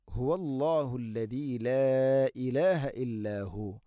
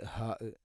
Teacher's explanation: തൊണ്ടയുടെ താഴെ ഭാഗമാണ് ഹ ഇന്റെ മഖ്റജ്